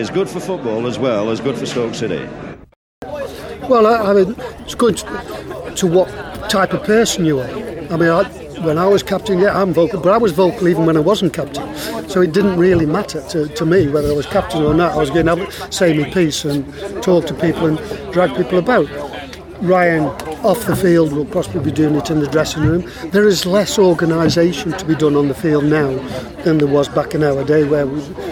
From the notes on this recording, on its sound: Across two tuesdays in Trentham. A busy cafe is a busy cafe, and a small audio budget is a small audio budget - so sorry if the background gets too distracting at times.